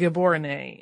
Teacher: Also, the capital city of Gaborone is pronounced more like Heborone with a guttural G and the accent on the final E